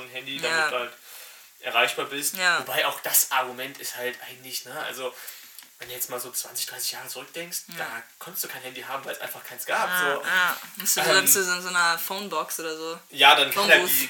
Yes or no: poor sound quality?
yes